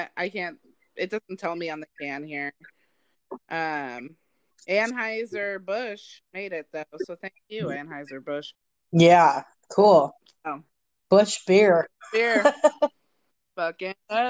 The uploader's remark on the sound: Our audio is a bit rough with this one